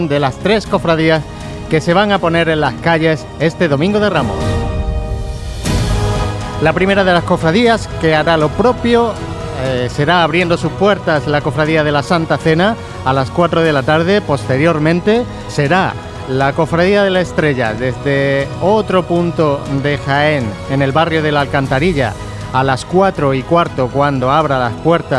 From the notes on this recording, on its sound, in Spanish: Retransmisión en directo del Domingo de Ramos en Jaén en el año 2023.